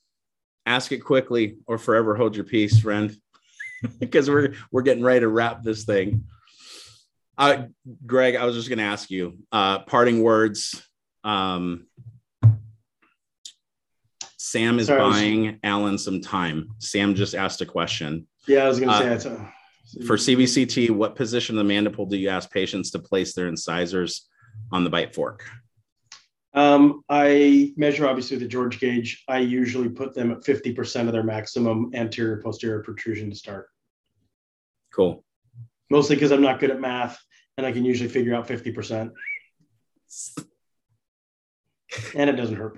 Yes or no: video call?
yes